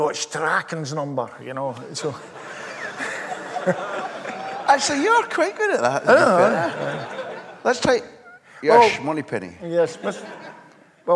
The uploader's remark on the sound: live during the Aye Write book festival in Glasgow